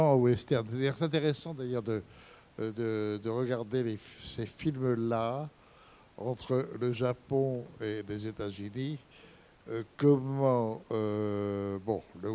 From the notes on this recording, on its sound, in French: Enregistrement intégral de l'intervention. Suite à la projection du film en février 2017 au Centre des arts d'Enghien-les-Bains.